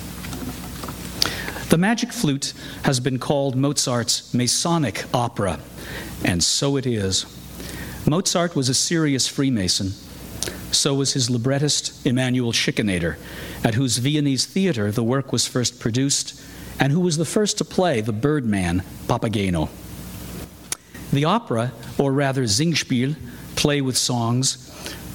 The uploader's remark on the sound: Recording of a lecture. As part of the Formal Lecture Series.